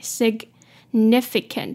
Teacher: 前面那个 sig 那个 g 记得要做出来